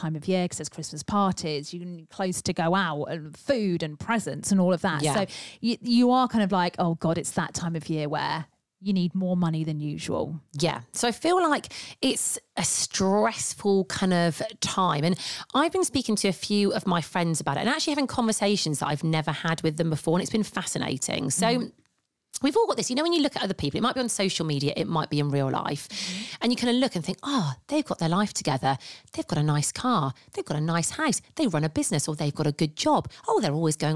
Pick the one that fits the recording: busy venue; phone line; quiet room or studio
quiet room or studio